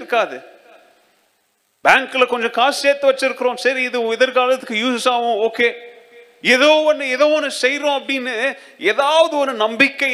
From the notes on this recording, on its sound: Second Service Sermon Live